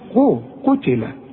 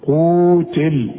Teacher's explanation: وشوف المد قد ايه، مد حركتين، ما تزودش ولا تنقص · Shown in: second take